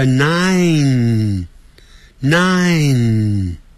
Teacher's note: 后头的 n 要念成 n 的音，不是嘴巴闭起来，嘴巴呢还是张开的